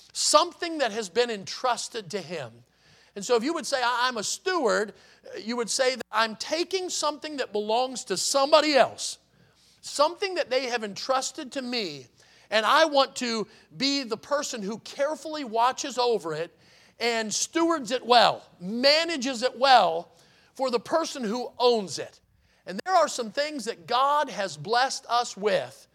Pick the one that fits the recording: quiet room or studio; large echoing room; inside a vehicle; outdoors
large echoing room